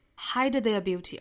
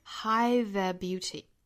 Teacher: Others try to hide theirbeauty，这个 hide 尾部的的要省掉啊，因为这个的遇到了后面辅音了，所以我们不要把它读出来啊 · Shown in: second take